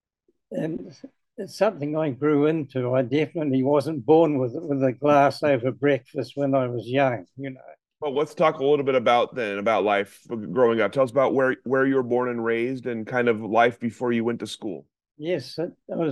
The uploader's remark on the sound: This interview was conducted